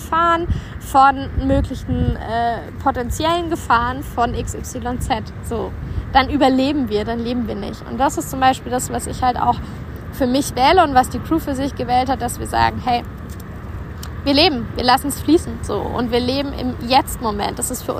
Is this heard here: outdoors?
yes